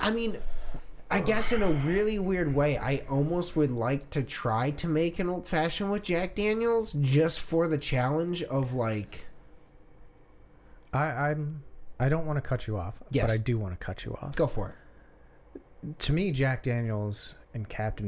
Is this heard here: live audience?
no